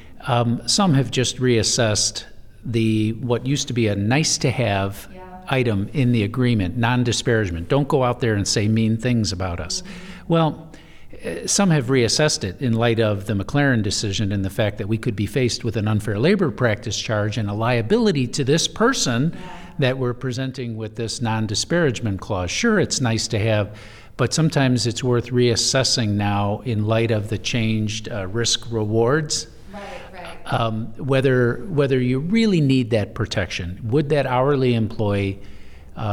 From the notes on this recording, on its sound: This podcast, which was recorded at Ogletree Deakins’ national Workplace Strategies seminar